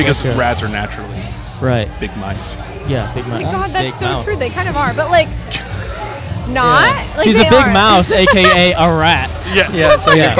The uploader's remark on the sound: Recorded 5/19/2023 at the Smog Shoppe in Los Angeles.